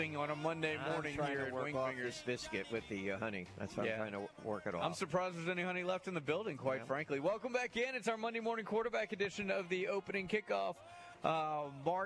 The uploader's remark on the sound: LIVE at Wingfingers!